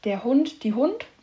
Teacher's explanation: hat es die Angewohnheit, das E am Ende eines Wortes zu verschlucken